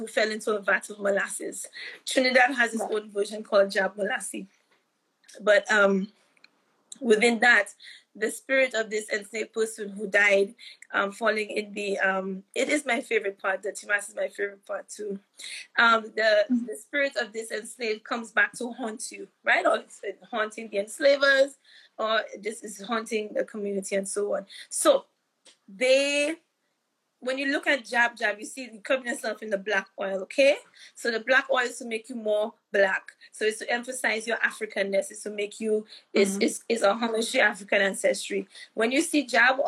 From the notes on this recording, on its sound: live Instagram interview